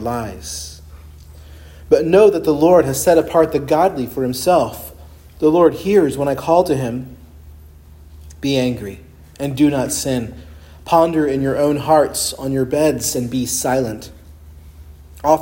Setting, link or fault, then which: setting, large echoing room